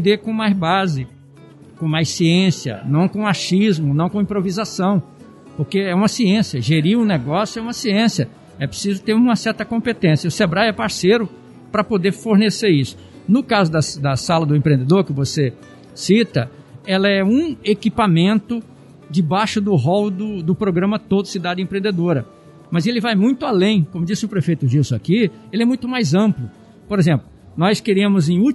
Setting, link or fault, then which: setting, busy venue